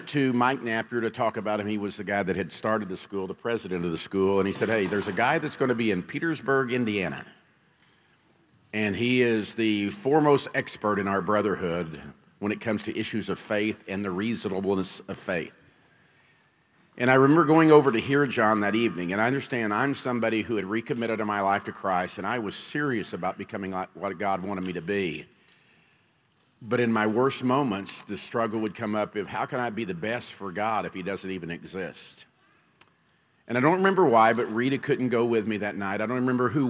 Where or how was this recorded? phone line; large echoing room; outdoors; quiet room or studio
large echoing room